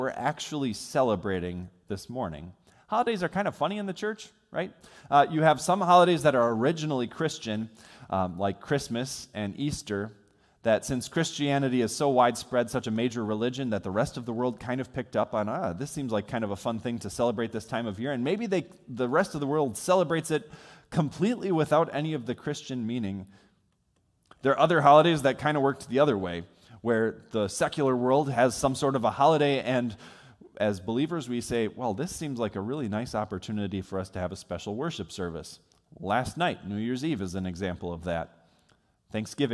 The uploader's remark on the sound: Sermon from worship on New Year's Day recorded on January 1 from Salem Lutheran Church in Owosso, MI.